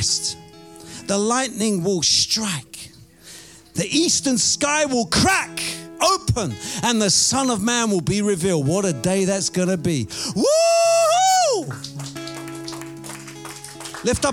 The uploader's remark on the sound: Preaching at Oasis Church, Watford, England.